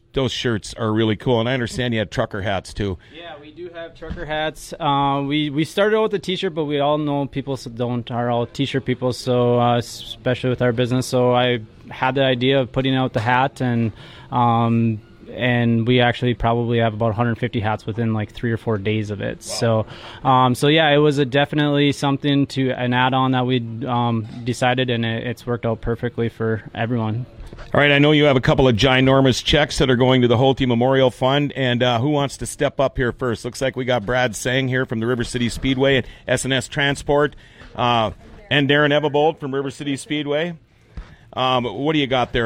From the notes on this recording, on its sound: GFBS on location at Darcy's Cafe for the Holte Hero Shirt Memorial